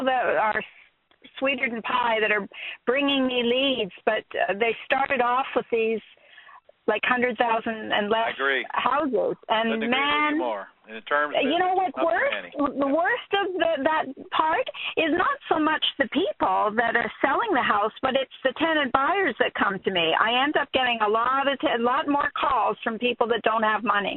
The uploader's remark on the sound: Q&A Call